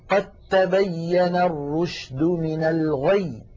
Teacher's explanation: كذلك قوله تعالى قد تبين، التقت هنا الدال والتاء وهما من المخرج نفسه، فنحول الدال إلى تاء ثم ندغم التاء في التاء، فيصير النطق بتاء مشددة ولا يبقى للدال أثر. هكذا قد تبين الرشد من الغي، قد تاء ولم يعد هناك دال، ولكن لاحظوا يا إخوة هذا في حال الوصل فقط، أما لو وقفنا فنقول قد، قد بالدال الواضحة.